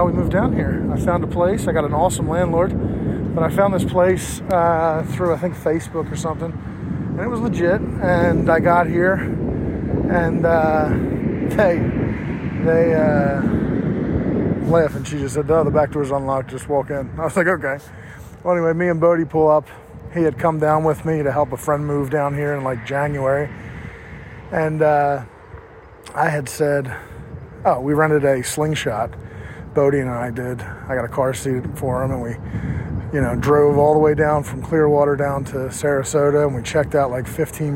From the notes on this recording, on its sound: Riding the OneWheel while Recording. 100% Recorded from an iPhone on a OneWheel.